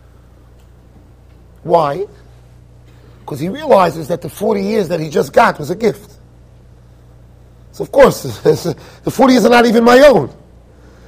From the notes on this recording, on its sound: Shiur recorded in Yeshivas Ohr Reuven, Monsey NY.